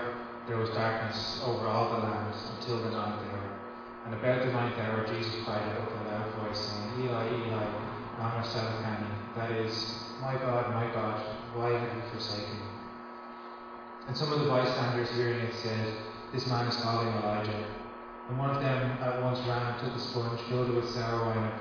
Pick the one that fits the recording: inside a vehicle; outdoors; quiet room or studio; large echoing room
large echoing room